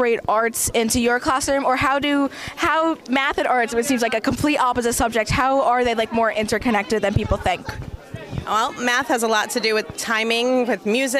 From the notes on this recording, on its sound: Inside Look at the Brick District Arts Fesitval. Take a walk through the District Arts Festival.